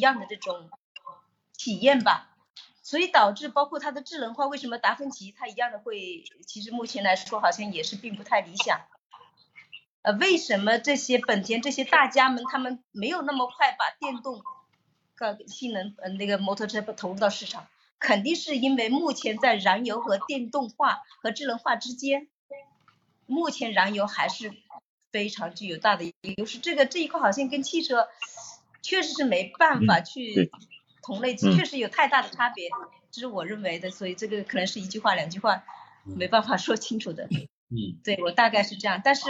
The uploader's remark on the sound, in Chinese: 由于设备原因，本期节目略有些杂音，请各位见谅。